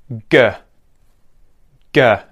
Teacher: It's where the tongue, the back of the tongue is touching the top of the mouth, blocking the air, and then the air comes out. It's released. · Term: stop consonant